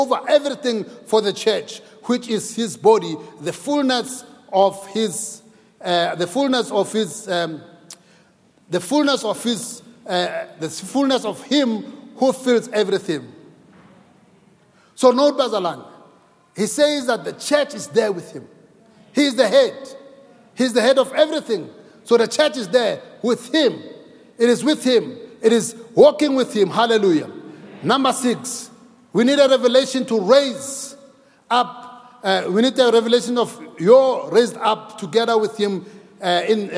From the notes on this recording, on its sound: preached at Grace Bible Church Pimville on the 29th of May 2022 at the 9am Service